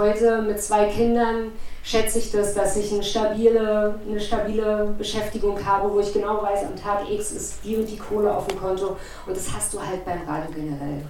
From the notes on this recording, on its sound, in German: Wir entschuldigen die Tonqualität.